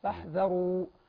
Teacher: الراء في فاحذروا مضمومة تمام طبعا الراء المضمومة تفخم